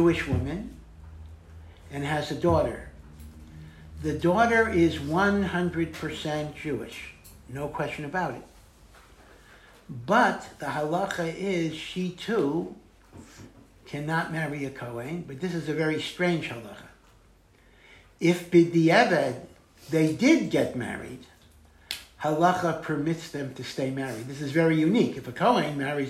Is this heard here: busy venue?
no